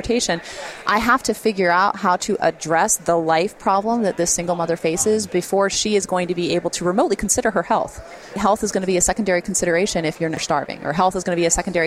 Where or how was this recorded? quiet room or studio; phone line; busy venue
busy venue